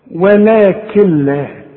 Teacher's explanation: النون الساكنة اللي تيجي بعدها لام العلماء بيسموها ادغام كامل بدون غنة، برضو هنشرحه فيما بعد، لكن مؤقتا عايز اقول لك علشان تعرف تقولها، كل نون بعدها لام ما تنطقهاش عند الوصل، اشبك الكاف مع اللام